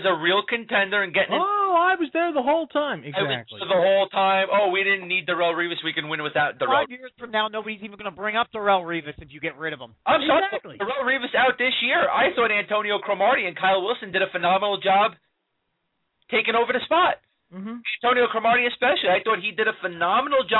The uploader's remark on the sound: take live calls from their listeners around the country